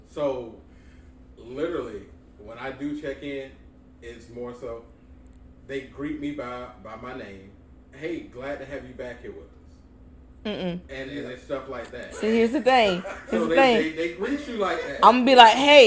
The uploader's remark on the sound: in the mist of our technical difficulties